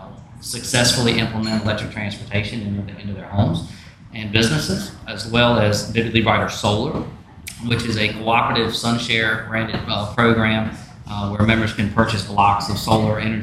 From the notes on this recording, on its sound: A special recording LIVE from the Electric Vehicle Fall Festival